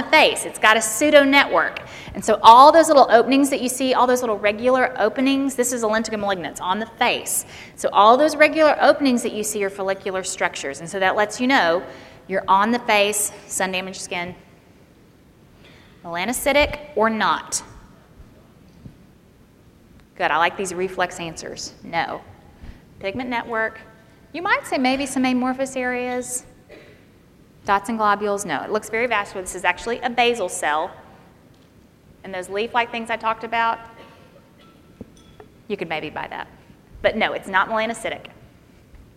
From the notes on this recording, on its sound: This was recorded at the 2011 Fall Conference in Orlando Florida